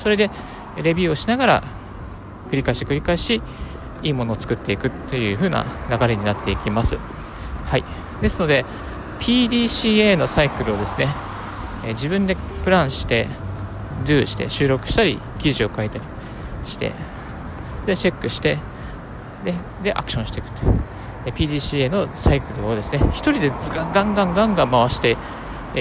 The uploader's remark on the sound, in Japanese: 歩きながらラジオ配信